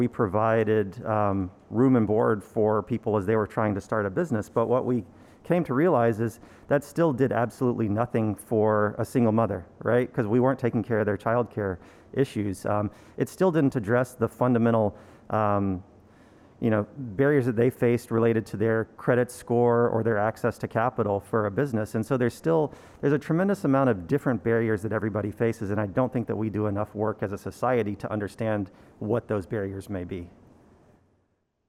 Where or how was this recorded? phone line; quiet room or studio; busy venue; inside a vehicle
busy venue